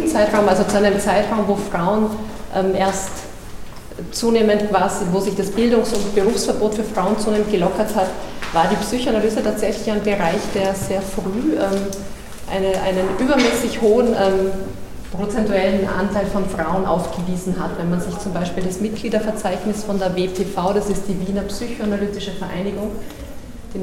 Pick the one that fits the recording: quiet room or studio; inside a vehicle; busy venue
busy venue